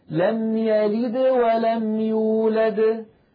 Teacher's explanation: لما ينطق الدال يلد الفم مباشرة يريد أن يتهيأ إلى الواو التي بعد الدال، فلذلك القلقلة تكون يعني أقل وضوحا